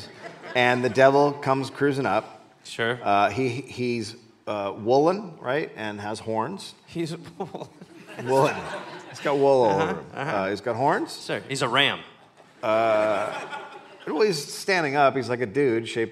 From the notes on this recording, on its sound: Recorded live at Chat Noir in Oslo.